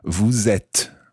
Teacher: when you follow vous with être, you pronounce the S of vous